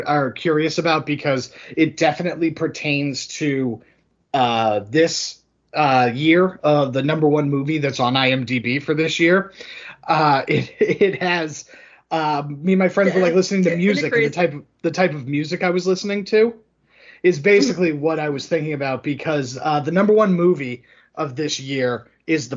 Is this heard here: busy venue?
no